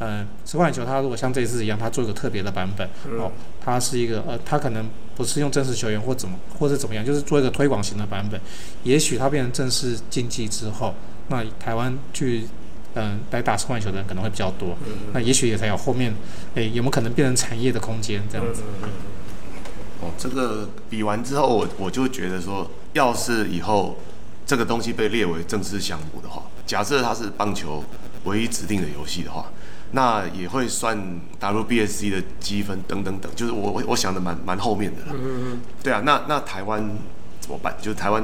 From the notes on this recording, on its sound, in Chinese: 片頭片尾為實況野球電玩的開頭跟實際比賽的現場音。本次錄音為開放空間，音質不佳或偶有雜訊，敬請見諒。